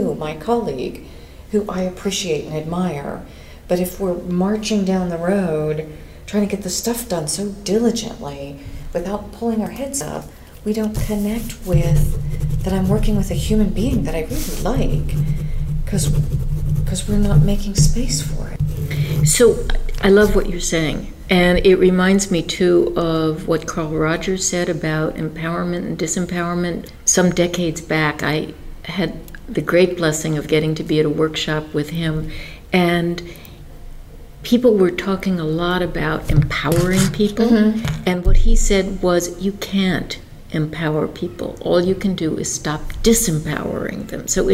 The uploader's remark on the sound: This interview is part of the 2017 International Leadership Association Conference Interview series in Brussels Belgium.